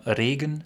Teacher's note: in den bayerischen, aber auch in den österreichischen und schweizerischen Mundarten und Dialekten oft das R gerollt, also aus dem R im Hochdeutschen wird ein R.